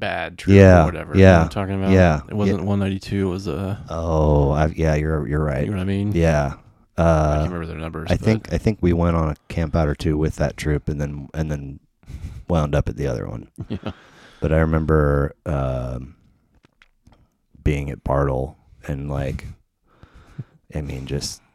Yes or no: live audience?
no